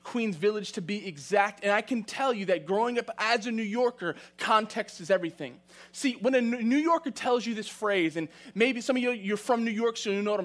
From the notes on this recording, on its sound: from the September 27, 2020 Live Worship Service